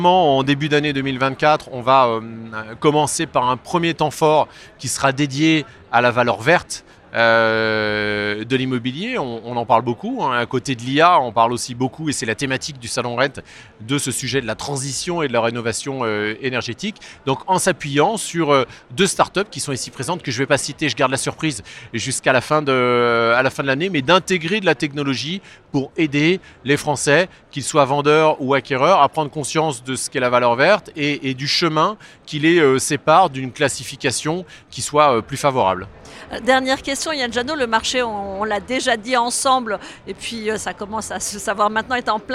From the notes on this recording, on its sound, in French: Cet épisode a été enregistré en live du salont RENT.